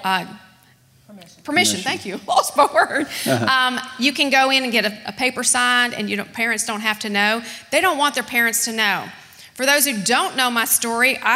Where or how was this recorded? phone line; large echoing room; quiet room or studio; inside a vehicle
large echoing room